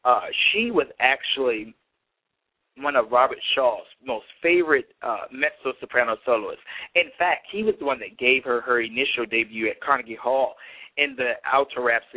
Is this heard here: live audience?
no